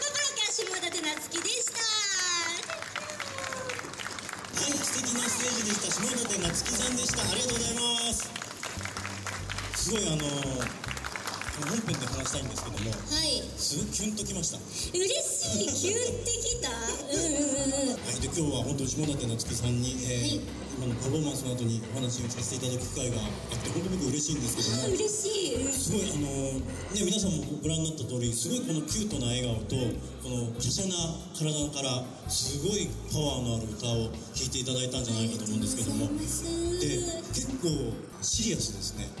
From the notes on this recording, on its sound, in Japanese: 初の公開収録編。会場と一緒に楽しく盛り上がった様子をお届けします！西武船橋タワーミニとのコラボイベントにて収録。